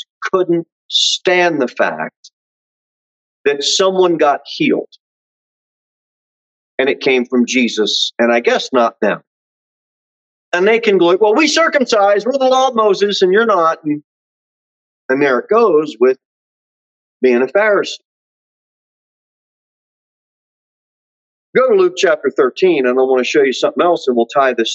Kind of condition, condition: setting, large echoing room